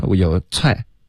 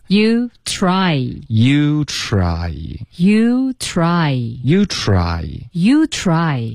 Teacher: TR 的这个音呢是要卷舌,OK,吃有点像吃的这个音，可是再往后卷一点都可以 · Shown in: second take · 然后同时要嘟嘴吃。有一个呜的音在结尾,OK?你要先嘟嘴卷舌发吃，然后再张开嘴巴吃啊，然后我听到一个 ra, ra 的这个音,you try, you try,很多的学生会发错发成什么呢，我有踹,OK?也有踹,OK?都有可能，就是一个吃一个吃的一个区别，可是这两个音都没有嘟嘴,OK?需要嘟嘴吃，然后再张开嘴巴